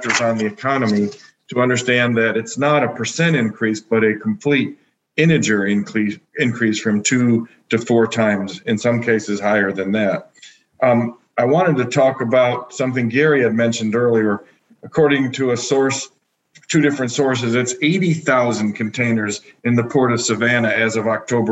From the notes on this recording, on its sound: the video recording from the Zoom Roundtable conversation